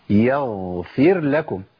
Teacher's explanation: الغين لابد من تمكين صفة الجهر اللي هي انقطاع النفس